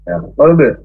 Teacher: huruf ba itu termasuk huruf qalqalah atau huruf yang mantul ketika sukun, sukun asli atau ketika sukun karena waqaf berhenti.